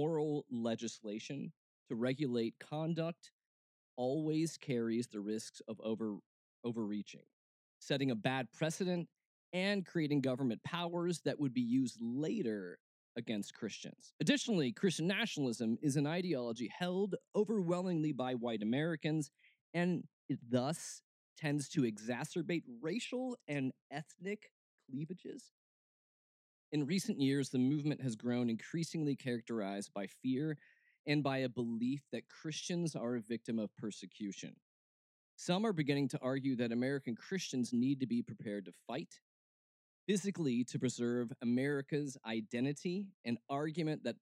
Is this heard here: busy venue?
no